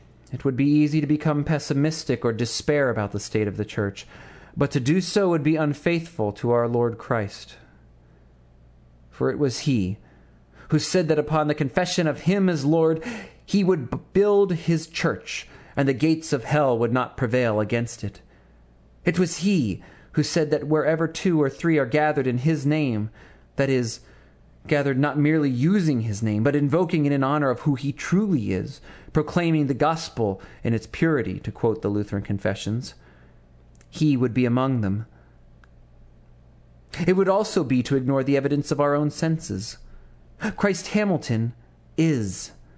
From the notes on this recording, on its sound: Sermon to his congregation of Christ Hamilton United on the Sunday immediately following the 2009 Churchwide Assembly of the Evangelical Lutheran Church in America.